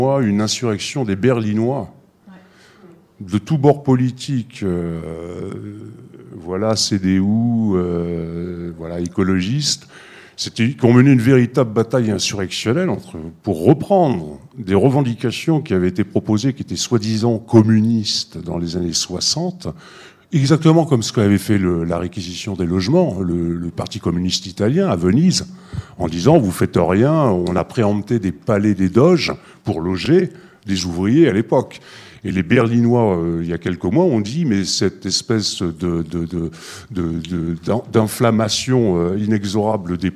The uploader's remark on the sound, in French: questions et discussions avec le public présent